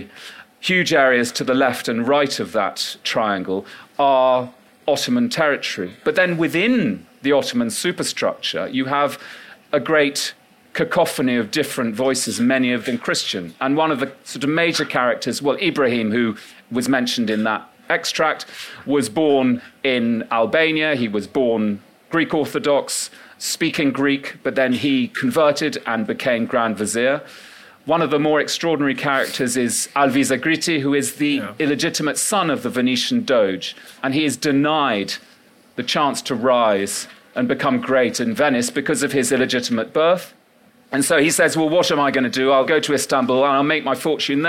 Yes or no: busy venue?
yes